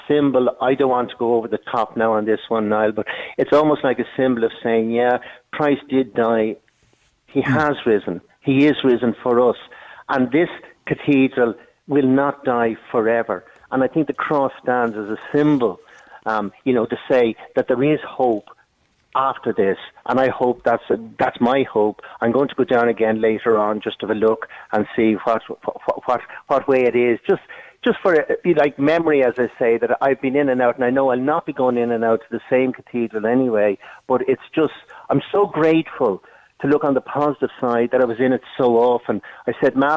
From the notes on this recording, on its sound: was joined on the line